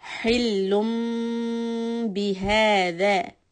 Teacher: So make the ha sound a bit husky, and then we have the meem of iqlab, so we will hold it for 2 counts with the lips on top of each other lightly.